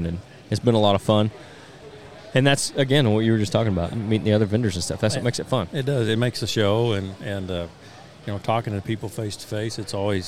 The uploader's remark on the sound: On-Site at the 2023 Illinois Deer and Beer Fest.